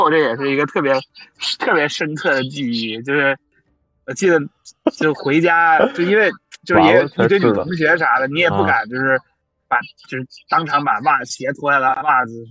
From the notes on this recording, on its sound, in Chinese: 录音环境不佳，还请见谅。